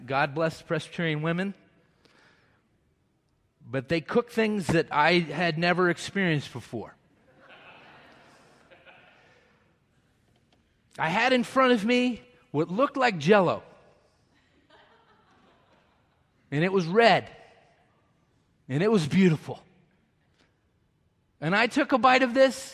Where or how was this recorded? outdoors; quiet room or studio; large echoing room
large echoing room